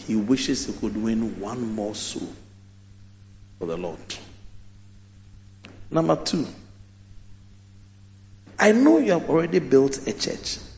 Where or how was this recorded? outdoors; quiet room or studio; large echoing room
large echoing room